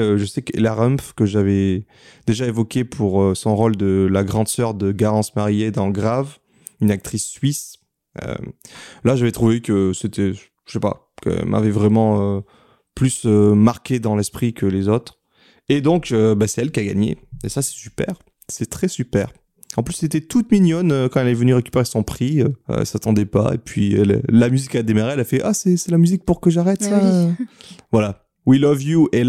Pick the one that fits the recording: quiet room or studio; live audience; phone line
quiet room or studio